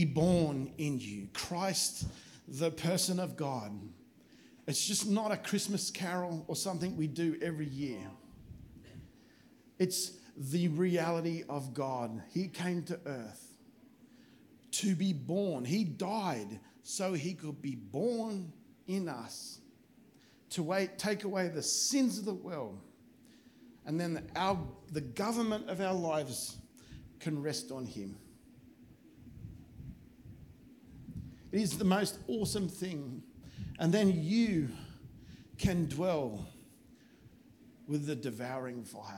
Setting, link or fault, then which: setting, large echoing room